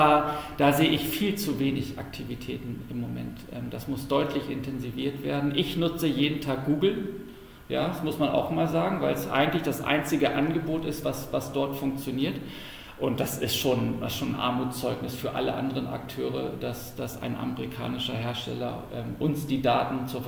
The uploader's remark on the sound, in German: Die Diskussion wird zur Hypermotion Frankfurt im Rahmen eines Panels